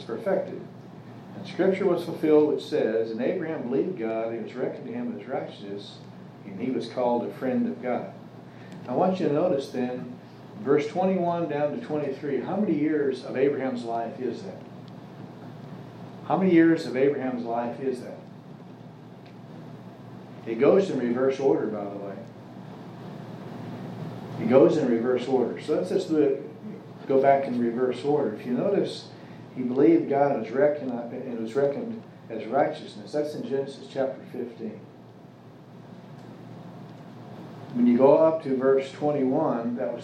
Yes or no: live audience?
yes